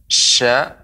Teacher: mengeluarkan lebih banyak udara ya, baik dari atas ya. lidah maupun bawah lidah · Term: huruf shin